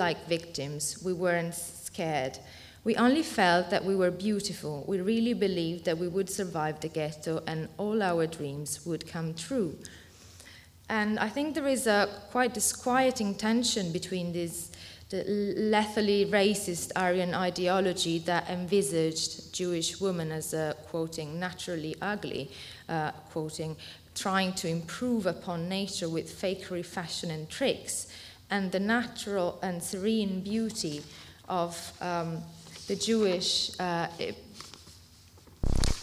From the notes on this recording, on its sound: Hosted by Media Space at the Science Museum and organised in collaboration with the University of Westminster, this recording of the Fiction and Photography Symposium.